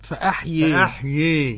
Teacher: والإمالة بقى أن تنحو بالألف نحو الياء كثيرا